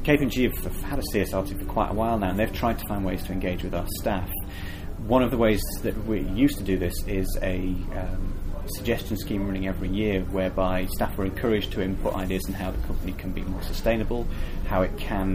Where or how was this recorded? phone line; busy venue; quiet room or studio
busy venue